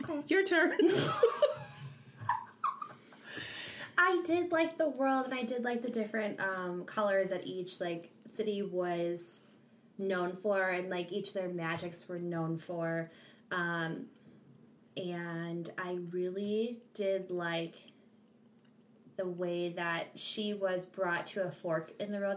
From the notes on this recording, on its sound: Please excuse the background noise; we were eating Ike and Mikes.